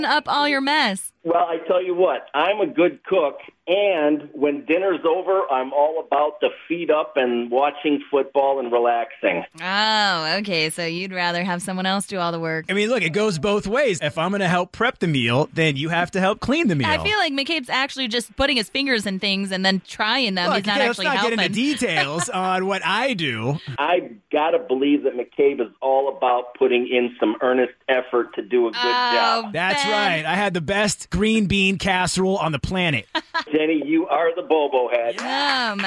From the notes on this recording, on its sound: asked listeners to call